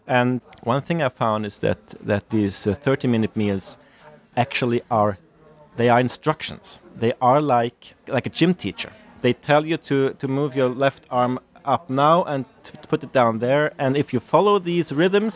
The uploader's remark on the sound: this interview took place at the 2023 NERA conference in Oslo